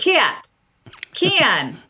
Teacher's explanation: So for example, in the Northern Cities shift, one of the most famous examples of it is the at vowel, like the word cat, gets raised, meaning the tongue is lifted higher than it is traditionally in that vowel. So you have things like cat, can, right?